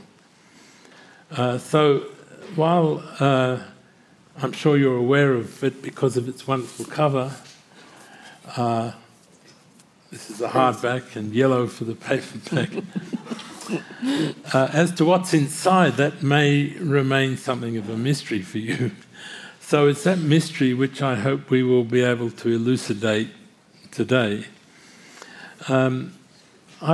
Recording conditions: live audience